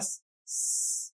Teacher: you put your hand on your throat and you say letter S, you won't feel any vibration.